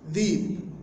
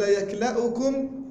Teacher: قريش كانت لا تهمز، فتقول للذئب ذيب، وتقول بدل يكلأكم يكلاوكم · Shown in: first take